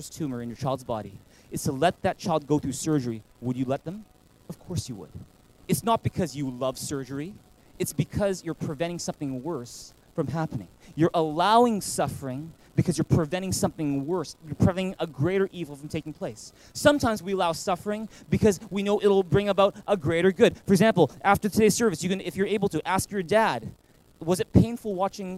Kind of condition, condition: setting, large echoing room